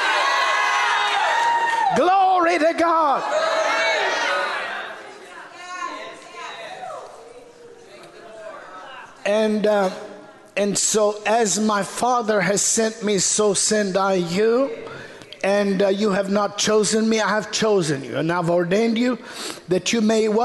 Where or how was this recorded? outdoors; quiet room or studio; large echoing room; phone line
large echoing room